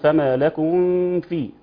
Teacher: إخفاء الميم الساكنة عند الفاء